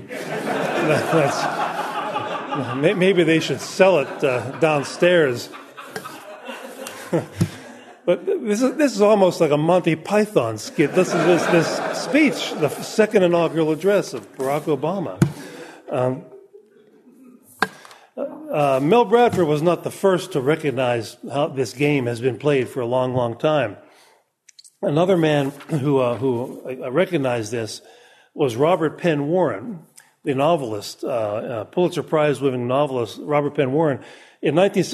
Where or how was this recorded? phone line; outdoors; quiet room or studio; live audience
live audience